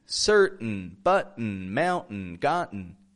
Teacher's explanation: The letter T is sometimes kind of nasal when we make the glottal T.